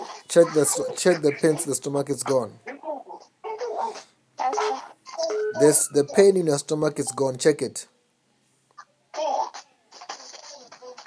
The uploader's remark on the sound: healing over the phone